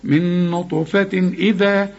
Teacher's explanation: تنوين وبعده همزة، ما فيش غنة